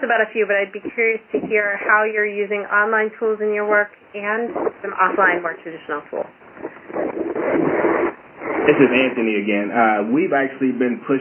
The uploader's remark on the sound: Call recorded on November 10, 2011.